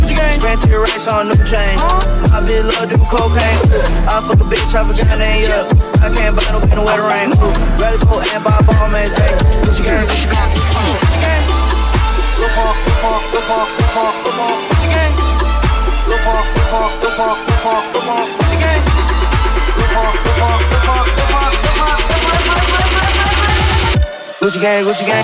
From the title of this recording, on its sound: Live at Hyperglow Buffalo